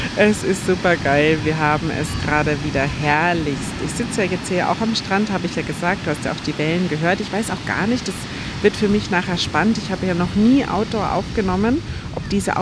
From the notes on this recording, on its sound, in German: Live vom Strand auf deine Ohren. Mach dich auf Wellenrauschen während der Episode gefasst…